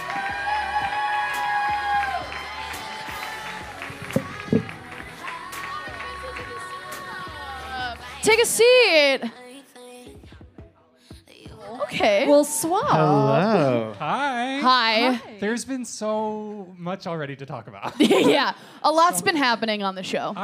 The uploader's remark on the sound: live in Los Angeles